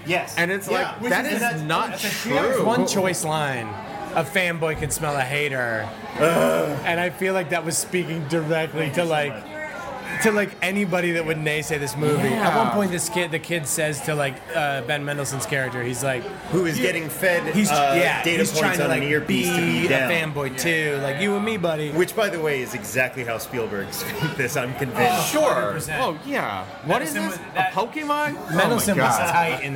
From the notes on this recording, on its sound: Recorded live at The Holloway in Los Angeles, CA.